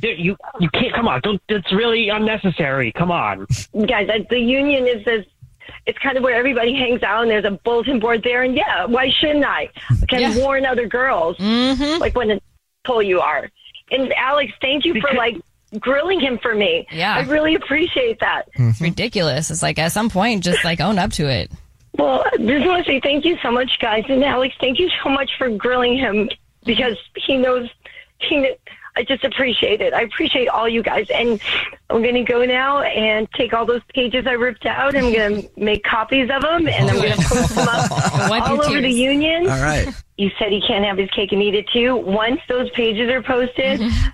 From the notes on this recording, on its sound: on the phone today for War of the Roses